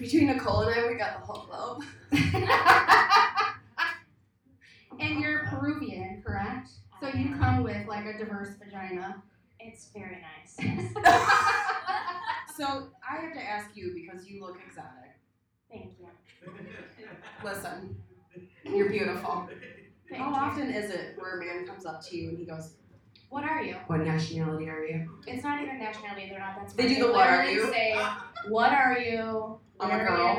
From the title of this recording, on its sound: Live at The Independent Comedy Club